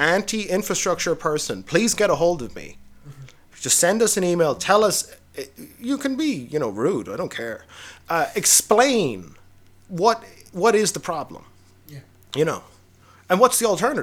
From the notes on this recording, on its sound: the audio for this episode requires everyone to turn up the volume, we apologise for any inconvenience caused!